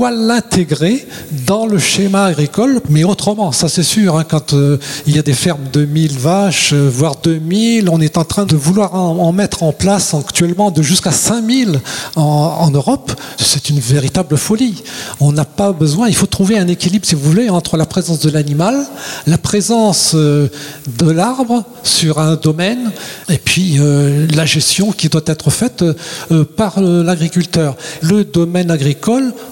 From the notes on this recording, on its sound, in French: Conférence organisée par l'Association "Les arbres pour la vie" sur le thème de l'agroforesterie.